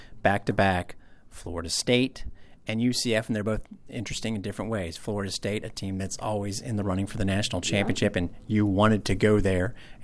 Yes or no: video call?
no